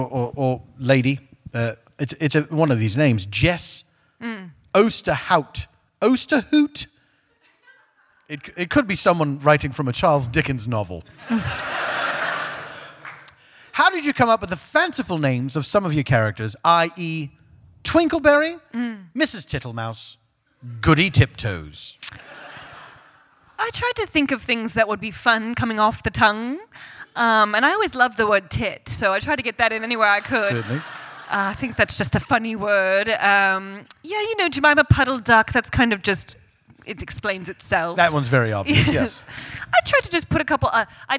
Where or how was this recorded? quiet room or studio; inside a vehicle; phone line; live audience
live audience